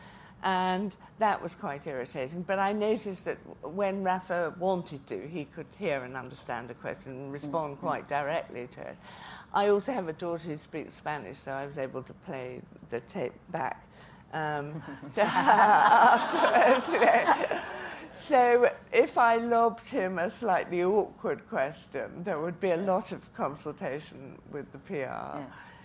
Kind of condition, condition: setting, live audience